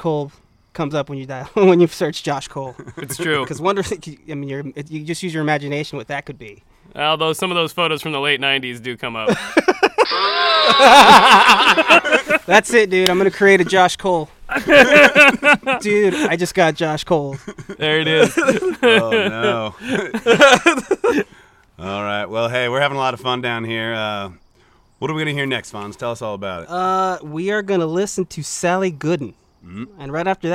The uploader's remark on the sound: Outdoors on Easter Sunday, April 20th.